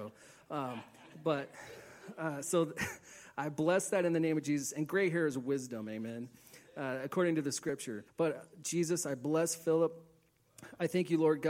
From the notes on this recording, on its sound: Please forgive some of the sound quality as this was recorded live in a church